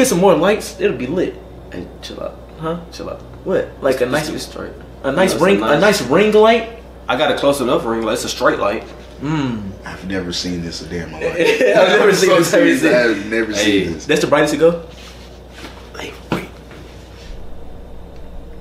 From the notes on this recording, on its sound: sorry for the audio the mics werent working